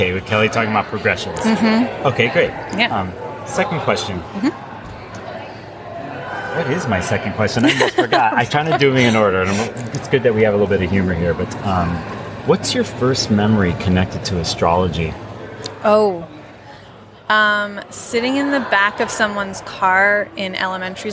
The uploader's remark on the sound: from the Atrium lobby at The NORWAC conference